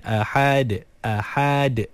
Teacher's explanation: Dia nampak macam ada alif antara ha dengan huruf dal.